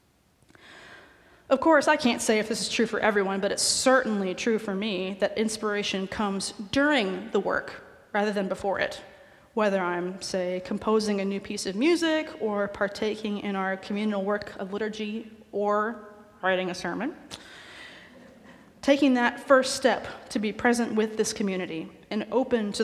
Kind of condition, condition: setting, large echoing room